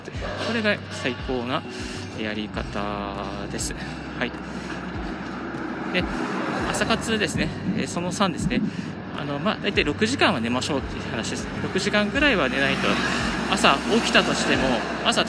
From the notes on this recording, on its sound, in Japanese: 歩きながらラジオ配信